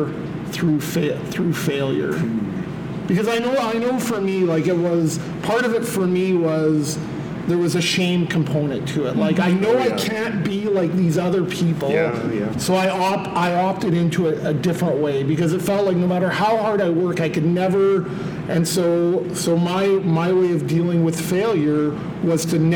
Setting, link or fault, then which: setting, large echoing room